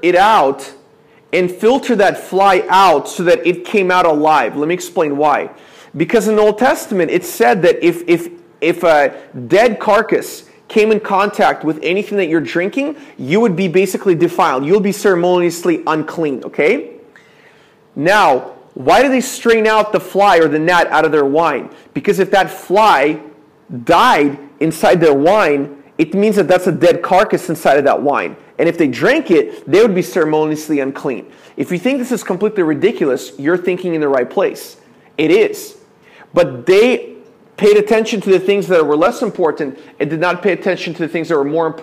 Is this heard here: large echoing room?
yes